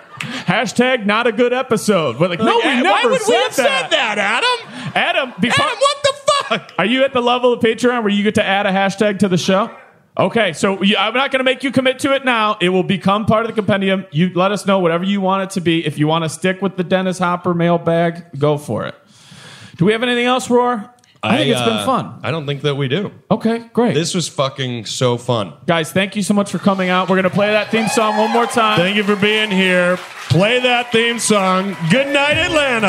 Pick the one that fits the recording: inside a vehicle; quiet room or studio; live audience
live audience